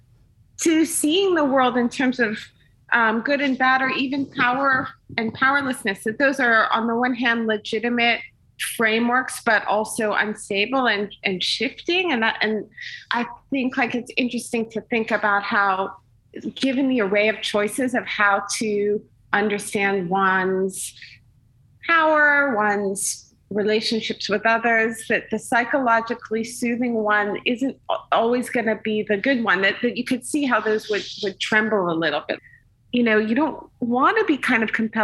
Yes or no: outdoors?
no